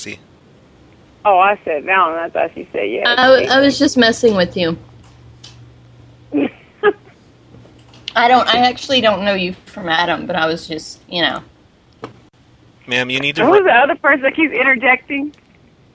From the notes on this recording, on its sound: Prank Phone Calls.